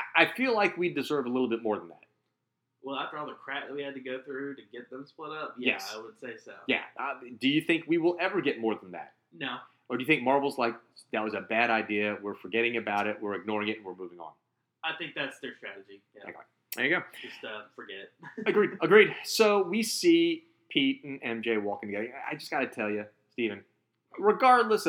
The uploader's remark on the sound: Please note that we had some microphones die on us so we had to switch to a different set-up to record this podcast. We apologize for the less than perfect sound quality.